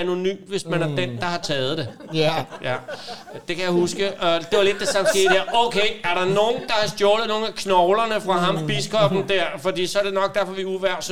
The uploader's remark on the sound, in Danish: Optaget live i Kulturium, Ishøj.